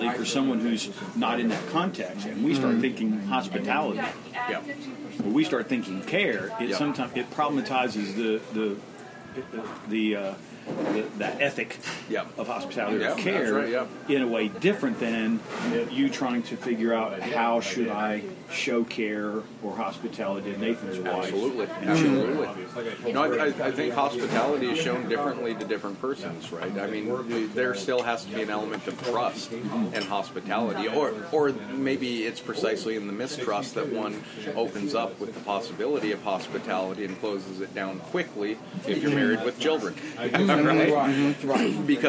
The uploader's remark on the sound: From the Catalina Coffee Shop.